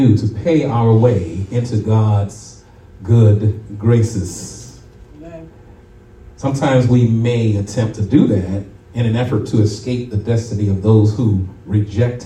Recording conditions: live audience